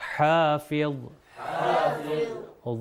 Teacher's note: اس چیز کو مد نظر رکھیے کہ ہا جو ہے وہ حلق سے ادا ہوتا ہے